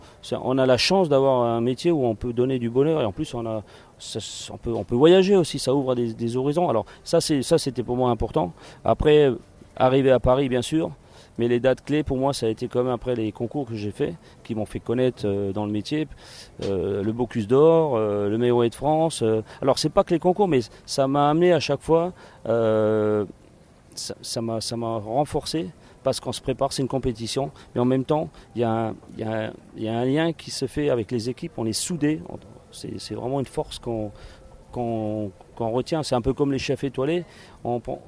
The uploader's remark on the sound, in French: Une interview pendant le festival de Cannes 2015. Dans le micro du Le Fashion Post.